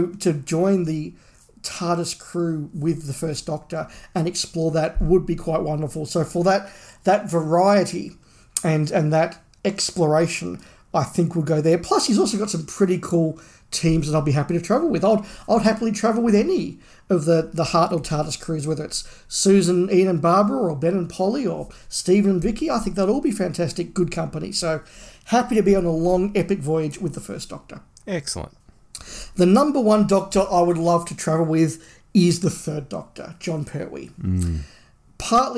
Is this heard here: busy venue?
no